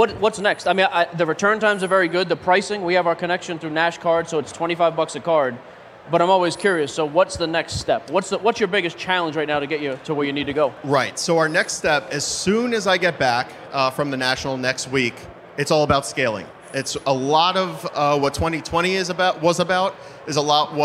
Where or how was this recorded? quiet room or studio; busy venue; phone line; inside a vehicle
busy venue